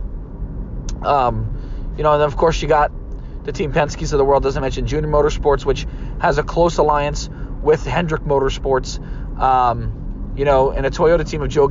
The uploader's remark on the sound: in the Car